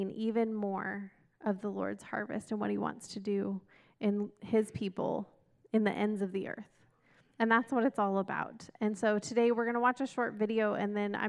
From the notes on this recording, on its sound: This message was recorded at a Sunday service